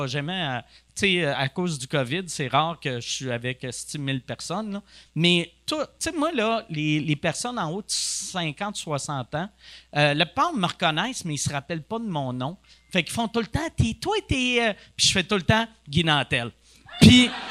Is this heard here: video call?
no